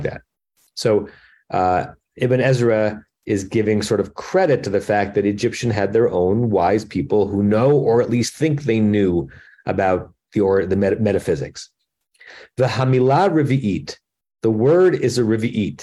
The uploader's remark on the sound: At Temple Beth Am, Los Angeles.